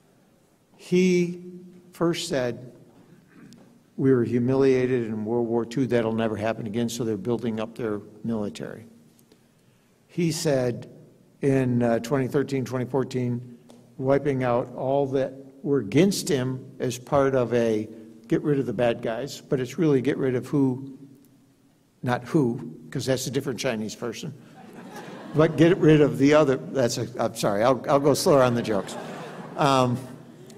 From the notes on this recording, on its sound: gave the keynote address at The Institute of World Politics' 30th (+1!) Anniversary Gala on October 27th at the Mayflower Hotel